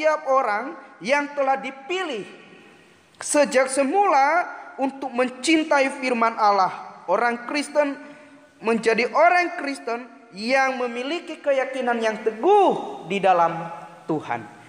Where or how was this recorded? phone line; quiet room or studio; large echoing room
large echoing room